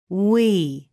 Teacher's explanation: Your lips should be relaxed and a little open. When you make the sound, you'll hear your vocal cords vibrating. · Term: long vowel sound E